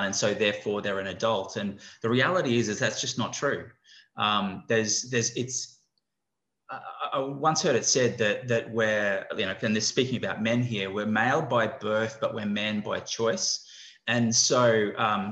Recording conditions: video call